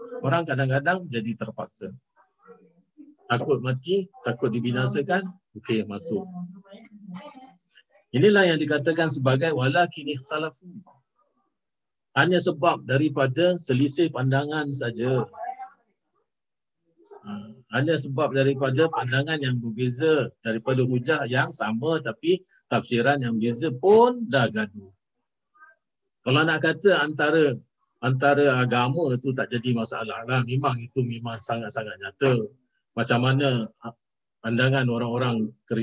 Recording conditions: video call